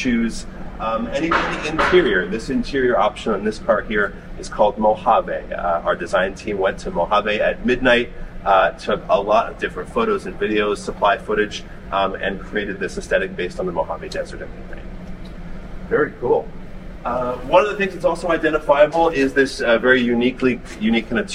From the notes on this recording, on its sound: "LIVE" at the Vancouver showroom